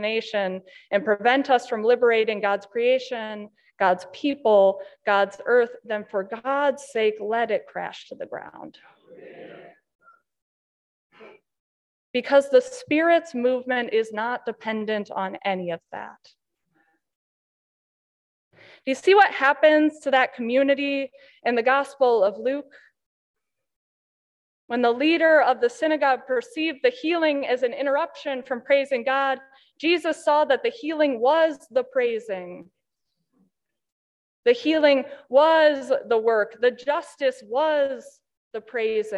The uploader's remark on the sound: During the 2022 Heartland Conference (UCC) Annual Gathering. In an Opening Worship Sermon.